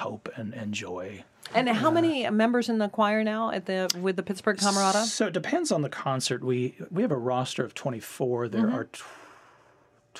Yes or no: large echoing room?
no